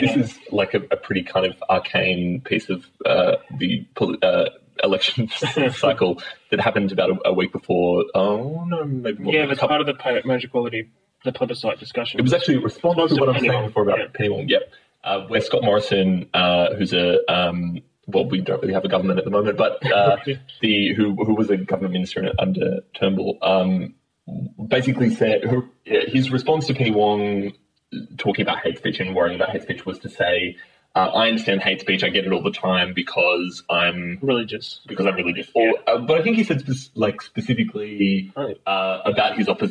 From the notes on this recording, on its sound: Apologies for the poor audio quality on this episode—something went wrong in recording.